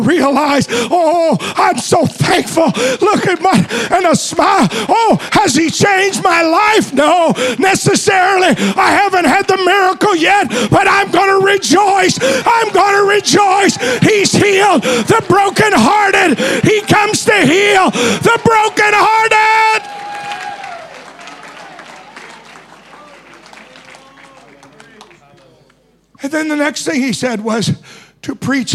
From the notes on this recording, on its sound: Preached at DCD Conference 2023. Morning Service.